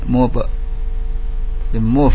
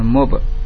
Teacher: fa bukan huruf jahr, bukan yang tertahan suaranya atau nafasnya, ya, tidak tertahan nafasnya · Term: hams